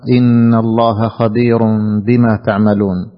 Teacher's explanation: حكم التجويدي إقلاب، تنوين وبعده حرف الباء